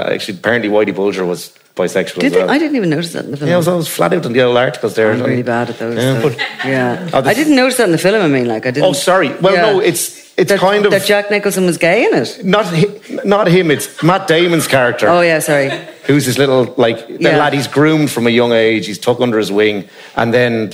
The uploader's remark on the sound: Crime World Live. Before a live audience.